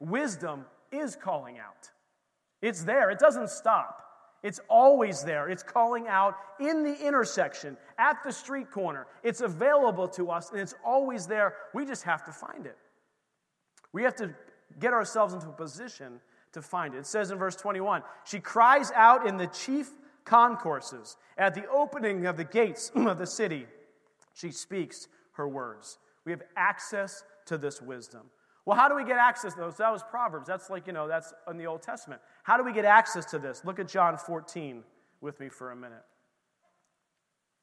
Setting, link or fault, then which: setting, large echoing room